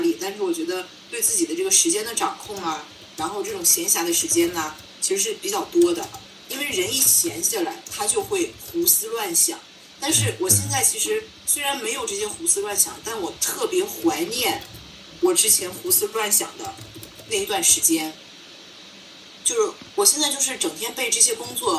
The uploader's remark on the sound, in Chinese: 那天我居然没有用腾讯会议去录而是用了手机去录